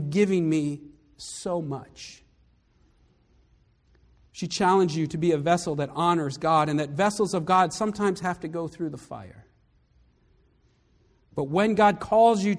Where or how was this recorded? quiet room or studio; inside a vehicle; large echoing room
large echoing room